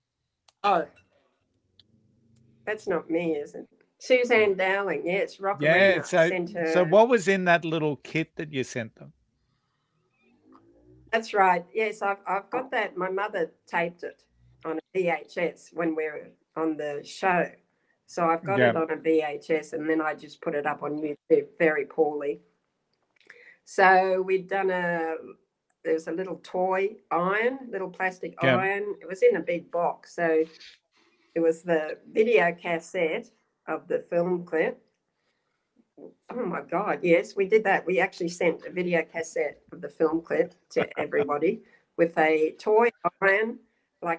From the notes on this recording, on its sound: Despite encountering challenges like internet dropouts during our recording, the interview still stands up as a chat to enjoy..